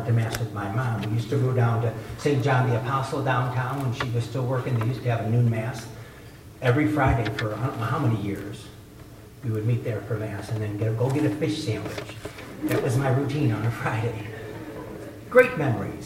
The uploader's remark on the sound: Delivered the keynote address at the Eighth Annual Legatus Gospel of Life Prayer Breakfast.